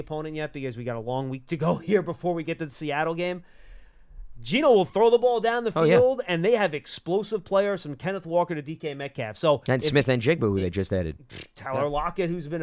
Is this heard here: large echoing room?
no